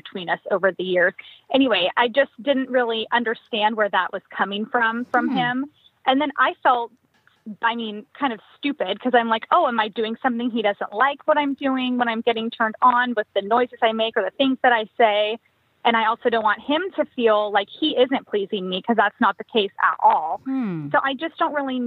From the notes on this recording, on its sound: addresses all these issues with live callers